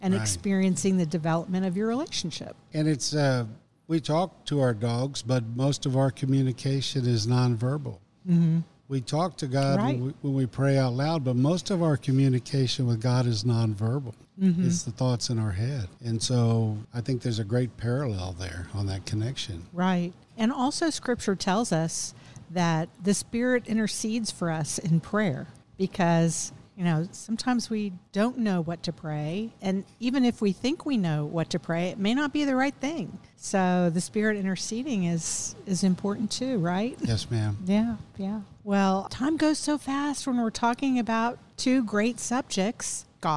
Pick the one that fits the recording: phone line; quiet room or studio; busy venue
busy venue